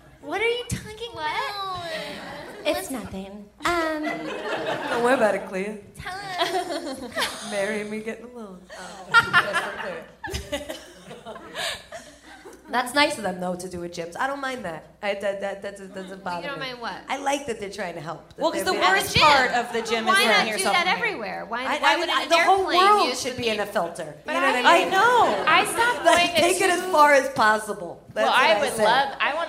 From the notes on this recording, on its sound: LIVE AT Largo in Los Angeles